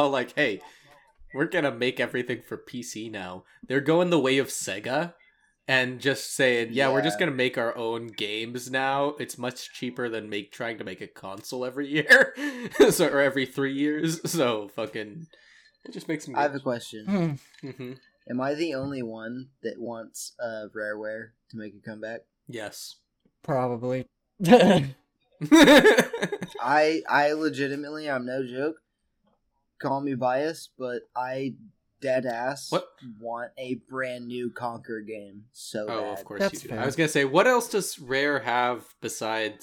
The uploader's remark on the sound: There is a weird echo present throughout the episode so apologies for that